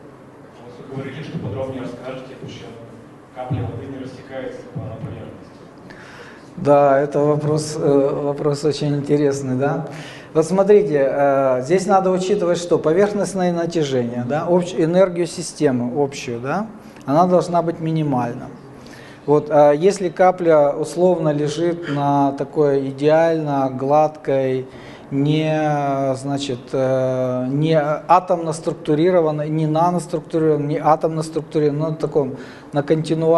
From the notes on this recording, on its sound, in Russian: Лекторий «Высшая лига» — цикл публичных лекций, с которыми выступают самые яркие профессора «Вышки».